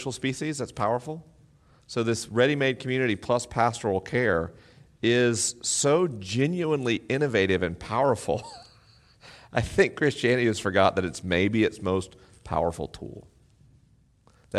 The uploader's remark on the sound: LIVE in Mission Hills, CA. This week is a live episode: the questions are unscreened and the answers are unrehearsed.